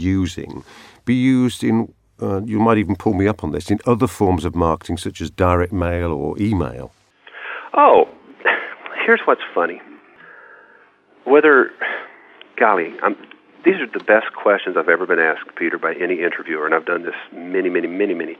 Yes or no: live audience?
no